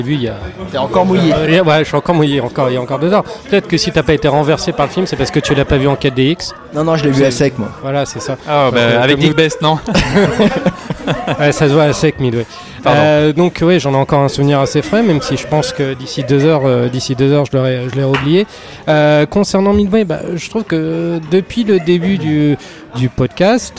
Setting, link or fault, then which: setting, busy venue